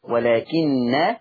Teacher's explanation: حفص لما يقف على النون هتبقى بغنة لأن عنده النون مشددة ولكن. طب يا ورش لما تقف هتبقى النون مخففة بس مفيش غنة، ولكن، ولكن.